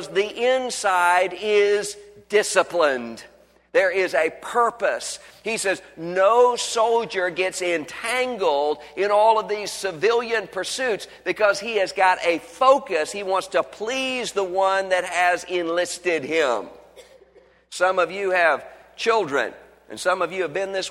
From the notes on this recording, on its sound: was originally preached on Sunday, February 20, 2011 at Highview Baptist Church in Louisville, Kentucky.